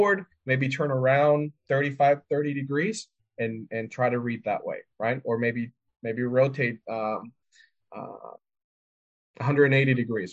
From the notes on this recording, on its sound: This recording from the December 7, 2022 VetTech Weekly Wednesday Webinar series